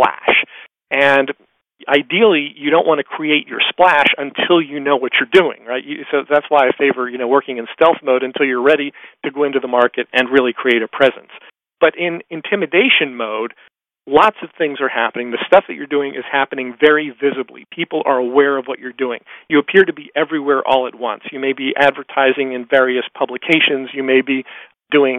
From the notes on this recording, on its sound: excerpt from a live Top Secrets teleconference